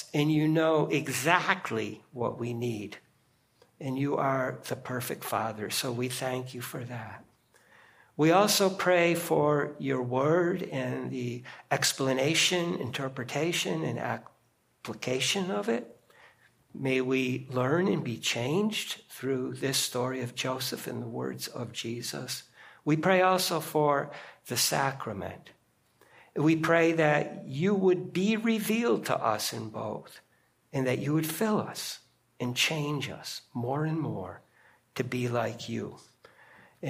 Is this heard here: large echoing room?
yes